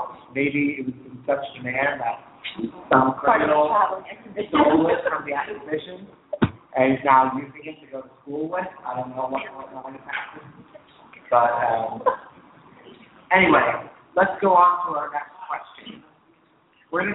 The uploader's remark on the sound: The Hunger Games Fireside Chat will be broadcasting live from the Hunger Games Exhibition at Discovery Times Square, as part of New York Super Week. On-site fans ask questions and take part in some Hunger Games trivia.